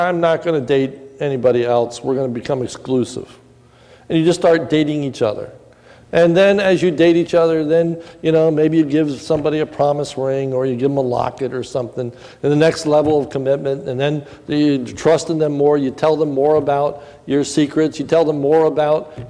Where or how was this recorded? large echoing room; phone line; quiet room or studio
large echoing room